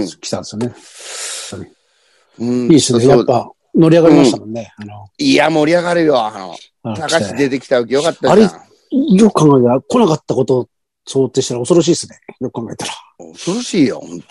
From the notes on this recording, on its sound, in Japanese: ZOOMで収録